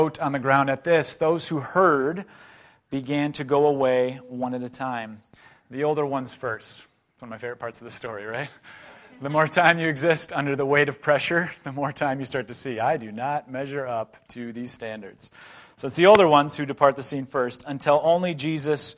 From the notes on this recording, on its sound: A breakout talk from the Mockingbird Conference in Minneapolis MN.